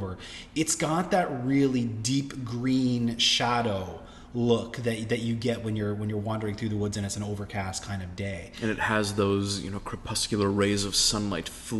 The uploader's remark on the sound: thanks to a mild change in venue, the audio of this episode comes with a bit of an echo